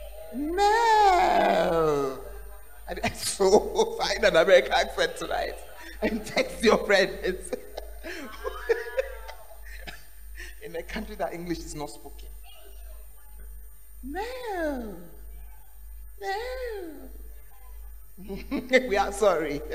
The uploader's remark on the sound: Preached at the Tuesday Service